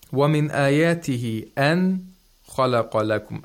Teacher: the مَدُّ الْمُنْفَصِلِ are lengthened to four vowel counts.